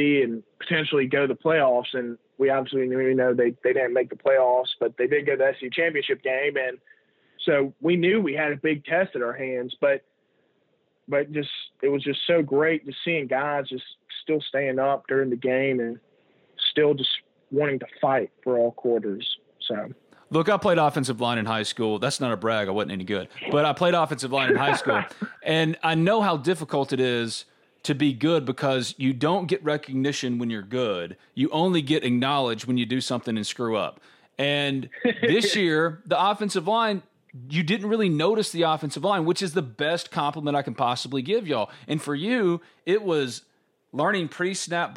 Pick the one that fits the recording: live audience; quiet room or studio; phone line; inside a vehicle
phone line